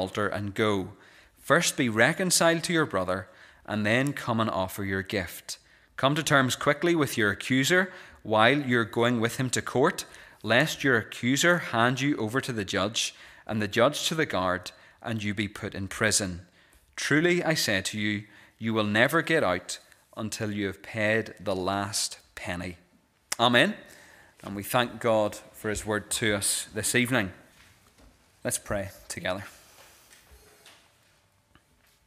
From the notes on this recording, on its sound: This is the recording of the Bible reading and sermon from our evening service on Sunday 21st January 2024.